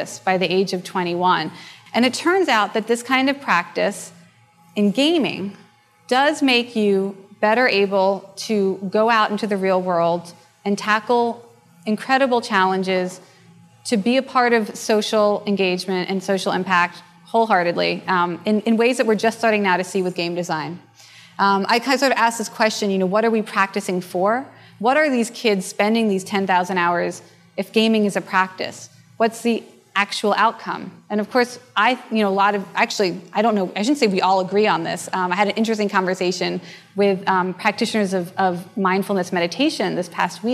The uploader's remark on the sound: a presentation recorded during the 2011 Buddhist Geeks Conference